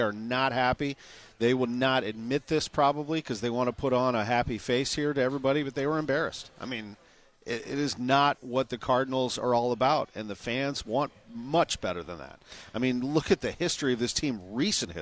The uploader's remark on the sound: Live from Cardinals Care Winter Warm Up at Ballpark Village.